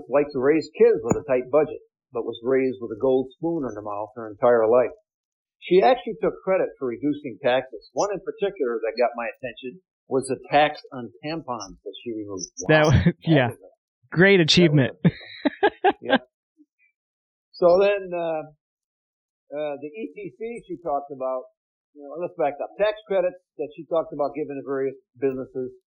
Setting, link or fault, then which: fault, poor sound quality